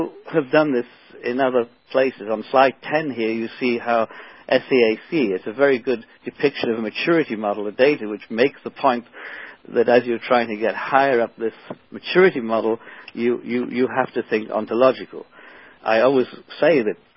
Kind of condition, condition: link, phone line